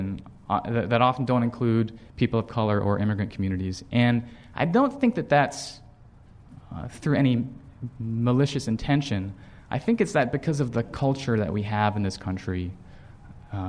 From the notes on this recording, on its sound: This program was recorded in front of a live audience at The Commonwealth Club on May 2, 2009